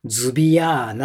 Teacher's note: 日本人はそれはズビアーナって5つぐらいにやっちゃうんですね。間に母音が挟まっちゃう